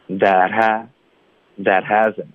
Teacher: that 跟 hasn't 要注意 that 的 t 呢连发到 hasn't 这个 h 的音